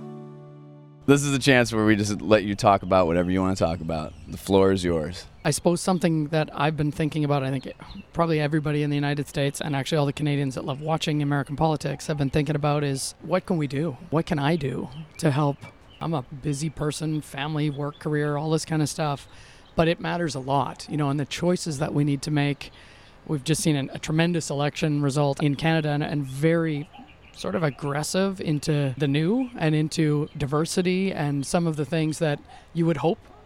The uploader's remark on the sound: Our conversation, recorded during SXSW in the courtyard of a South Austin boutique (long story), is revealing.